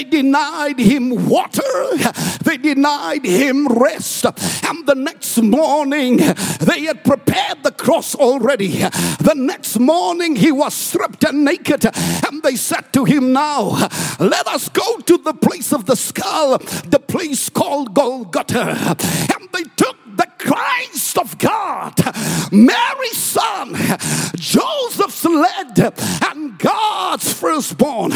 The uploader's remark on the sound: preached at Grace Bible Church Pimville